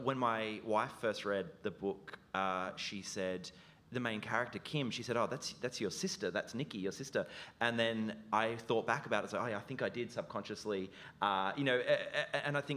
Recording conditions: live audience